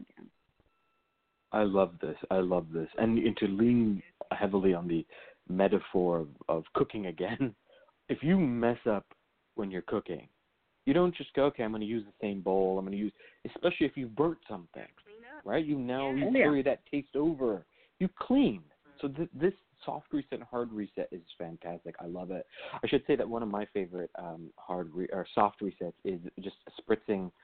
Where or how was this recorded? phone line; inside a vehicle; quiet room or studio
phone line